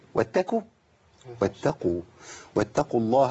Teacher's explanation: القاف المضمومه دي لابد من بيان القاف وما تبقاش كاف